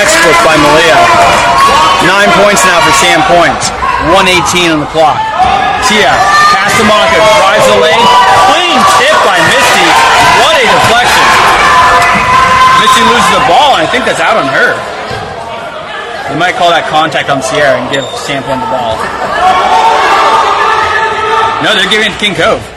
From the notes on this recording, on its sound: Today’s game brought to you live from Sand Point.